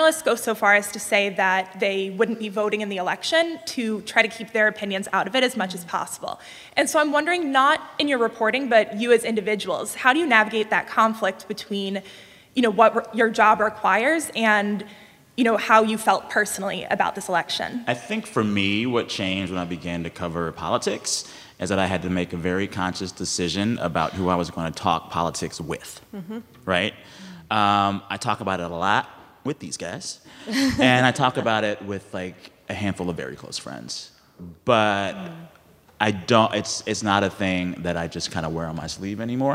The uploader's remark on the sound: This episode was recorded in front of a live audience in Cambridge, Massachusetts in conjunction with the Harvard Institute of Politics' quadrennial campaign managers conference.